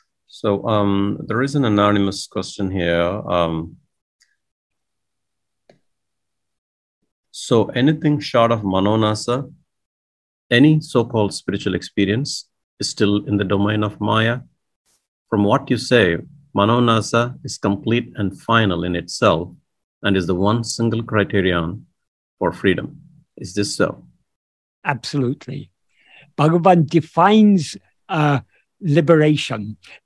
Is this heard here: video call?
yes